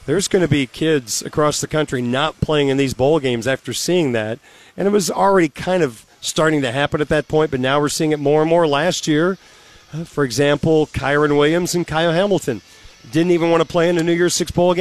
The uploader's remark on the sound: Live at the Compton Family Ice Arena ahead of tonight’s hockey game.